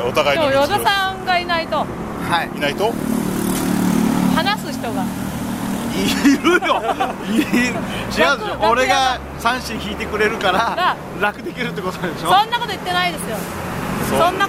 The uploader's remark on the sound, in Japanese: 収録直後の帰り道で収録した収録後期をお届けします！